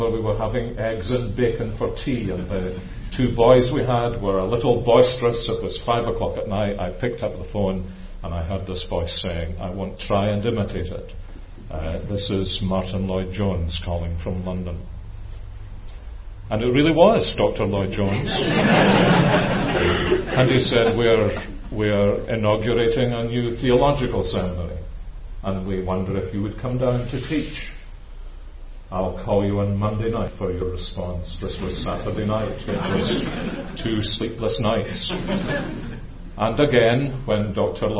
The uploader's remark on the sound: the Martyn Lloyd-Jones Memorial Lecture at our 2009 Calvin Conference